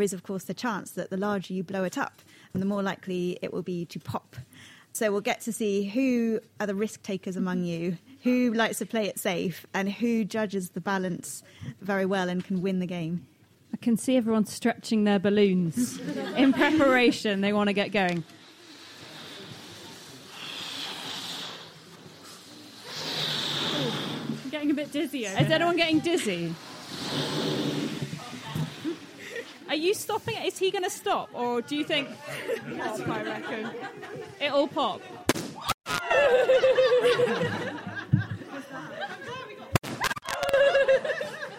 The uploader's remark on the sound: this month's live show panel of guests